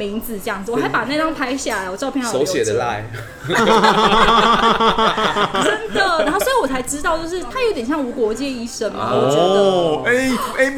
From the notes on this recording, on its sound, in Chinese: 本集白噪音指數：蚊風級 1/5。錄音地點：印度咖哩吧 - Curry Lounge。